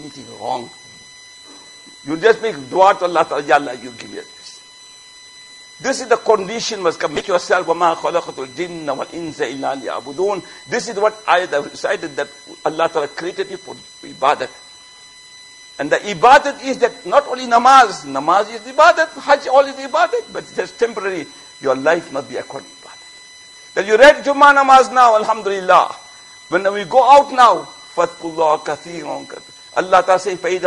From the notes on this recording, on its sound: Jumuah Lecture at Masjid Mueenuddeen